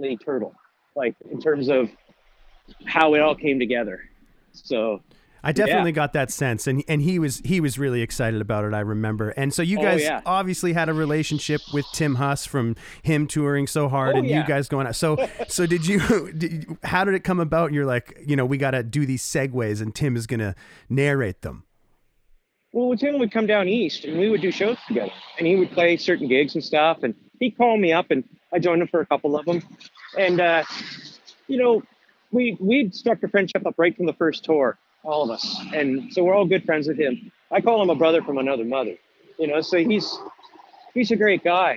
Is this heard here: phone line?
yes